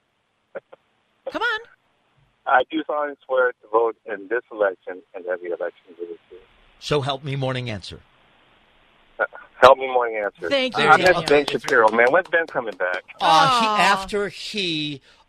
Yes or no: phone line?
yes